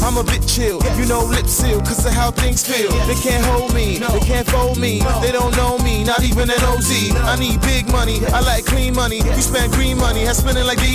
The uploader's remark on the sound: live at Spectrum lounge 05-16-21